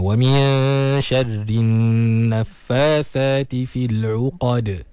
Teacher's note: Kemudian an-nafathat, ada nun yang bersabdu, nun musyaddadah. Jadi kena digunnahkan tu seimbang, seragam